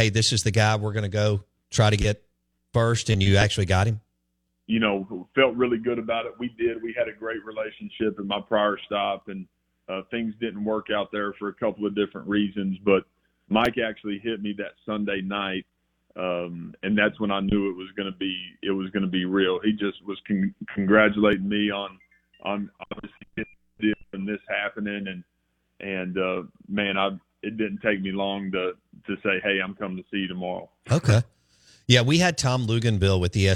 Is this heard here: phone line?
yes